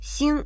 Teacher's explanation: Син – это звезды, произносится в первом тоне.